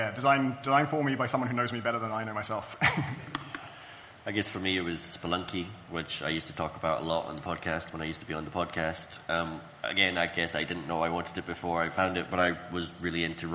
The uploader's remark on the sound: Live from Rezzed! Plus: real live questions!